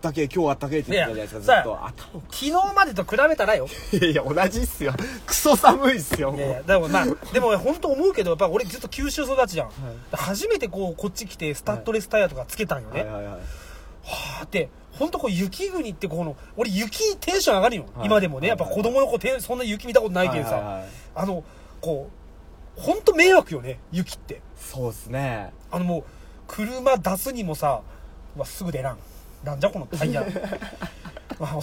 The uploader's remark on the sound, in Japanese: 会社の忘年会終わり、一次会でさっと帰ったのち、いつもの営業車の中で酔っ払いトークです。